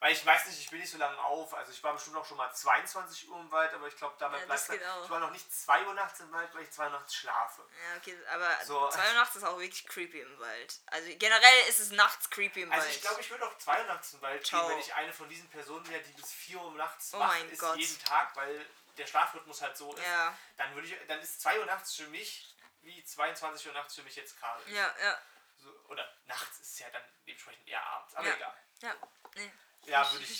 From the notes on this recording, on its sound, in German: PS: Kopfhörer benutzen, die Audio ist leider etwas leise.